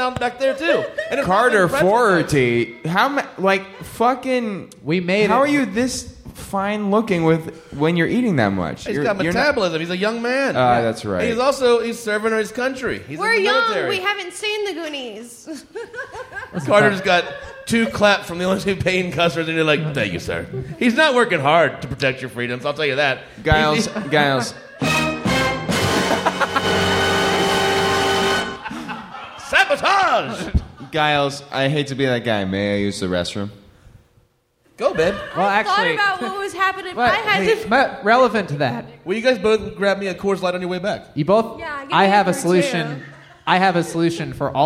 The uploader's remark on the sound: This live talk show was recorded in front of a human audience on July 17, 2022 at Go Bananas Comedy Club in Cincinnati, OH.